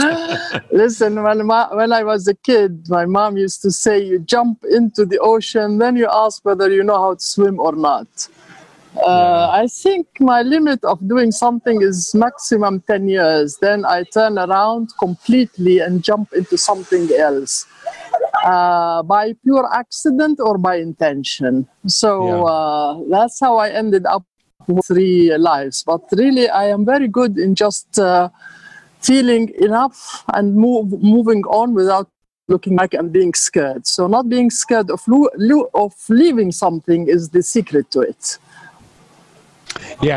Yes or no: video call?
yes